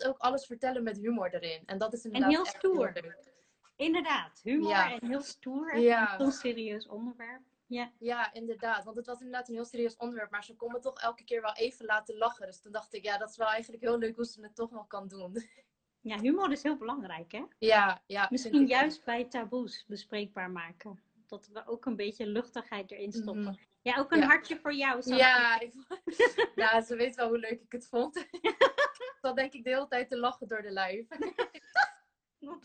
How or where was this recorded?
video call